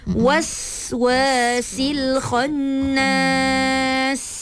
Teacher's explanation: Bunyikan sofir pada sin